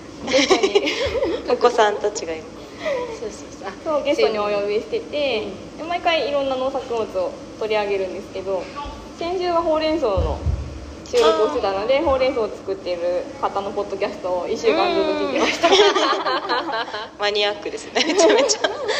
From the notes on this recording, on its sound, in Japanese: 公開収録。収録の環境が変わったため、少しホワイトノイズが入っています。会場にゲストとパーソリティーの子供２人が自由に遊んでいたため、声も入っています。